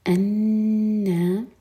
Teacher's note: انا نون پر غنہ اور پھر دو حرکہ کھینچیں گے، نون پر فتح ساتھ میں الف مقصورہ دو حرکہ لمبا.